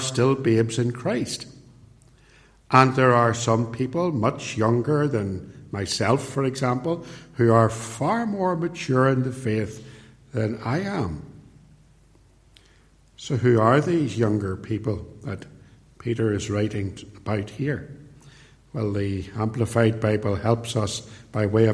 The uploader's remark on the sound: preached at Templepatrick Reformed Church